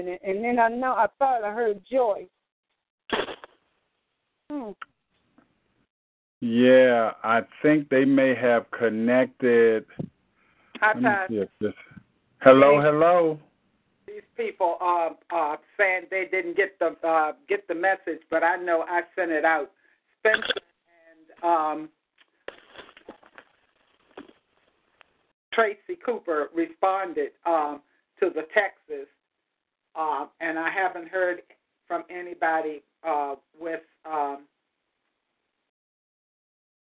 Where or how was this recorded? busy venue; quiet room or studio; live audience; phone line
phone line